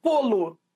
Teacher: Olha esse lo que vira lu. Ele é átono